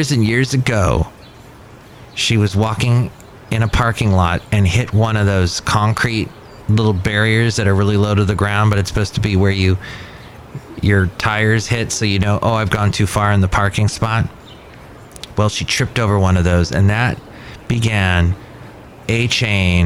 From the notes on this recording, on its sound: podcasts live from Café Anyway